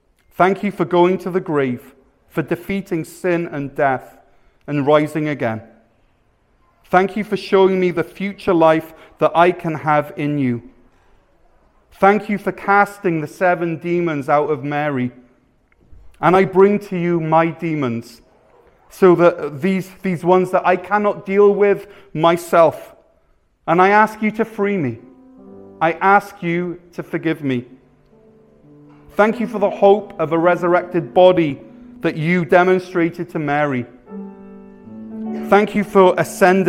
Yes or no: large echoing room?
yes